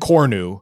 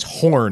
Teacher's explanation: a hard sound becomes a soft H sound in the Germanic languages